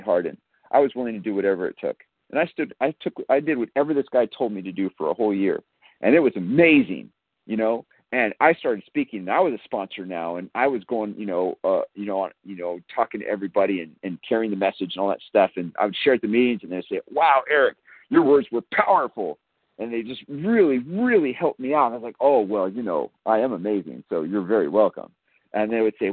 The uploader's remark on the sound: from the 100 Pounders Phone Meeting